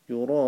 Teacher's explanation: there's a long mud there, so it's going to be 4 seconds